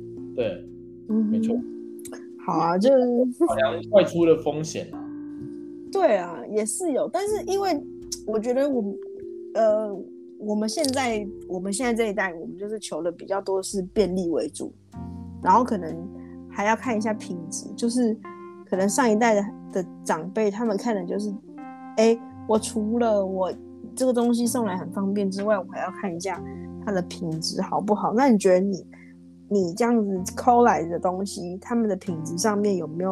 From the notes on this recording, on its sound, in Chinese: 因為第一次嘗試遠端兩人的錄製導致器材有一些音訊干擾